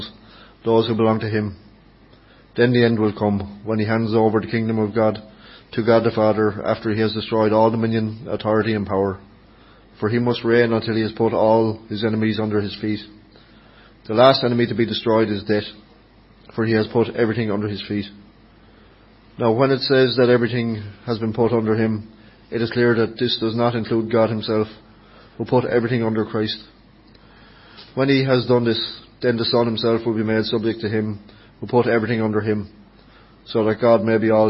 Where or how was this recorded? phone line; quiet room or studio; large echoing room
large echoing room